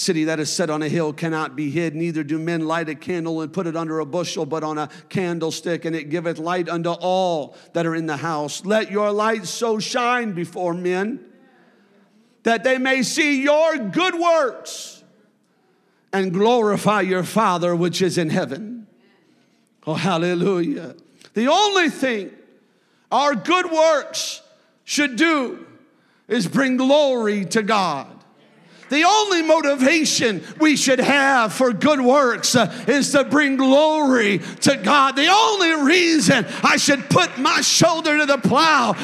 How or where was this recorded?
large echoing room